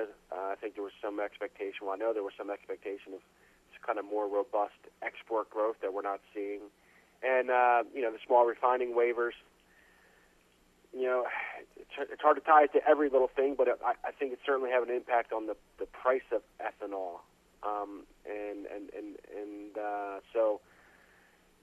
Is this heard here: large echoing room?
no